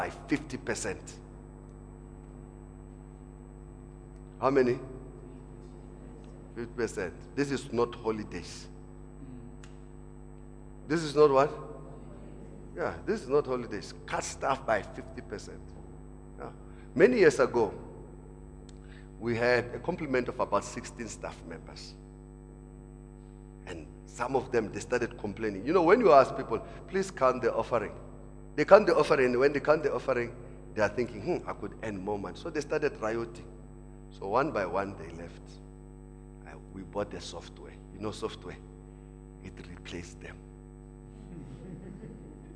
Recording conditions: large echoing room